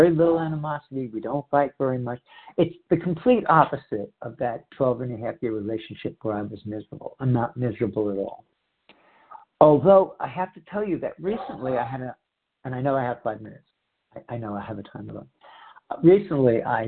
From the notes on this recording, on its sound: 100 Pounders Phone Meeting.